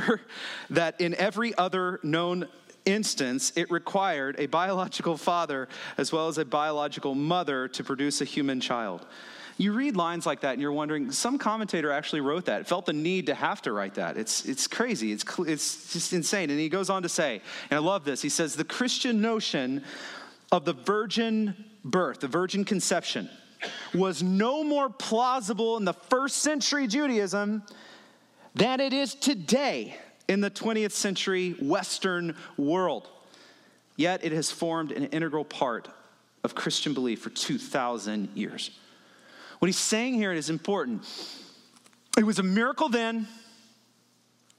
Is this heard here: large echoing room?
yes